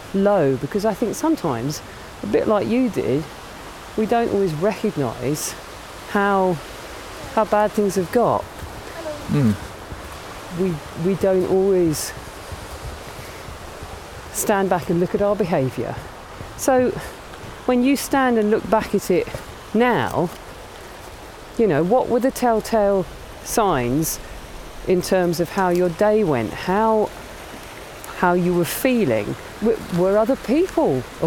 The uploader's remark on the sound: Take a walk and talk through Reelig Glen.